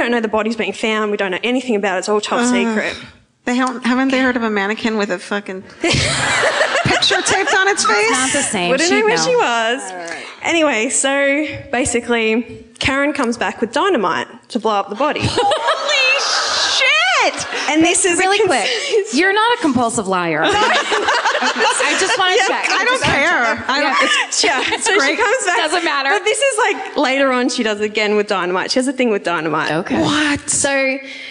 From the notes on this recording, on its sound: Live at the Comedy Theatre. This week’s My Favorite Murder comes to you live from the Comedy Theatre.